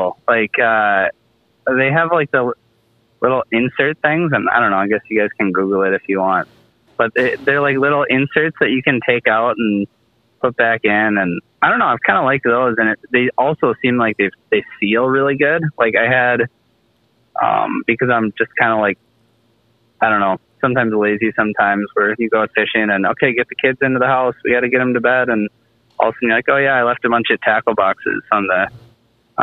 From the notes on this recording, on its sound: We are also caught "off guard" by a call